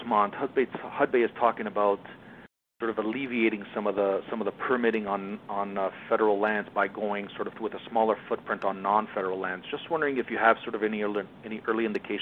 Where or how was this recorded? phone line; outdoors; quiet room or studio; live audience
phone line